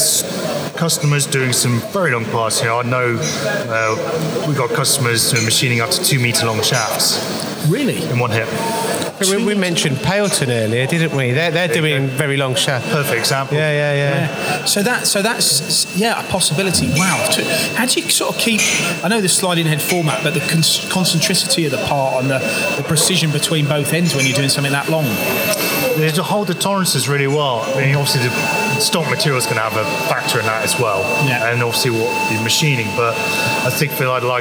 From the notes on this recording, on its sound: Recorded at Star GB's recent open house event in Derby. The showroom at Star GB's UK head quarters.